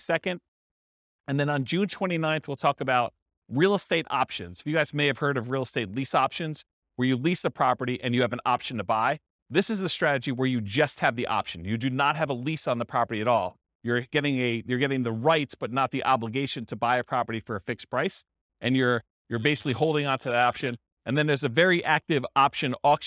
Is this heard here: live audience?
yes